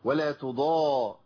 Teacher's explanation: ده ضاد وضاد ايه في اعلى مراتب الضاد. يعني ضاد ايه قويه جدا، اقوى صوت للضاد في الموضع ده، مفتوحه بدا الف